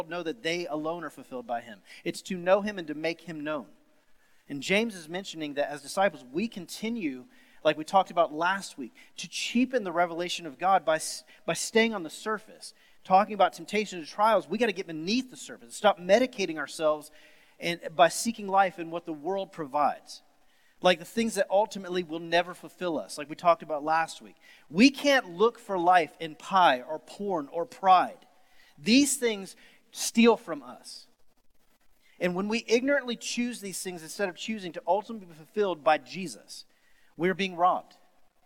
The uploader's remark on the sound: Sermon series at The Fellowship in Nashville. Recorded live on August 23, 2020.